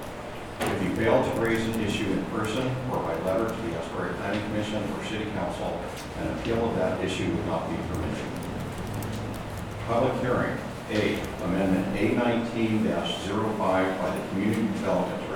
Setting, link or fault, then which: setting, busy venue